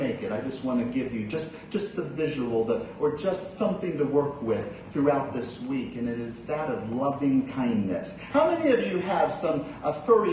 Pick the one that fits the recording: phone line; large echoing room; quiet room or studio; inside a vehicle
large echoing room